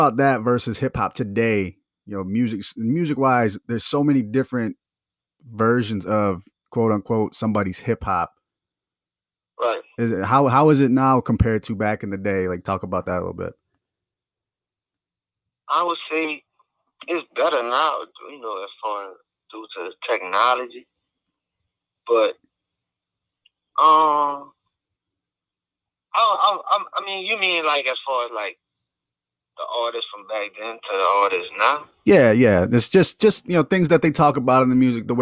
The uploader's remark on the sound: calls into the show